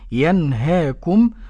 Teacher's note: نون ساكنة أتى بعدها إظهار حلقي